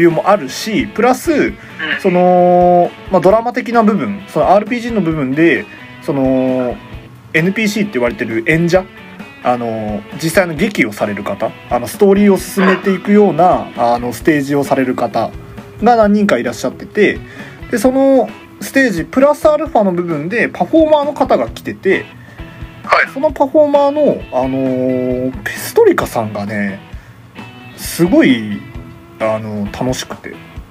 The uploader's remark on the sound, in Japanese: 録音機材：iPhone7